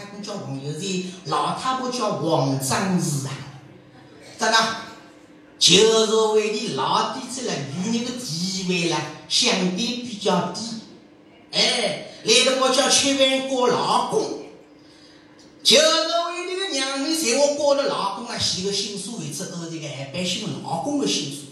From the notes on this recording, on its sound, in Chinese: 莲花书场实况录音。